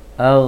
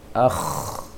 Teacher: tetapi kalau ghain ditahan anginnya di tenggorokan seperti air mendidih, menggelegak di tenggorokan. Sedangkan kho ditiupkan keluar.